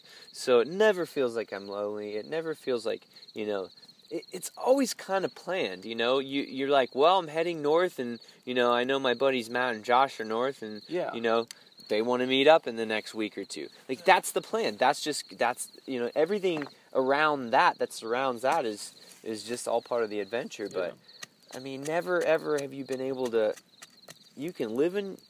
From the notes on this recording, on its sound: This episode was stuck on a recording device and I couldn't get it off until recently. Out in the Mojave desert as we cooked food over an open campfire. We ended the podcast and slept soundly around the campfire that night with sleeping bags and mats.